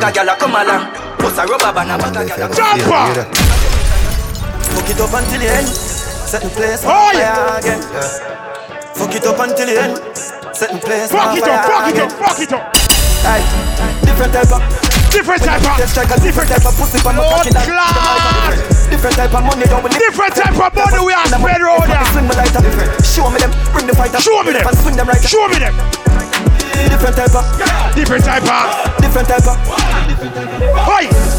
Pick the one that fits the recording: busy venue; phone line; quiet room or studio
busy venue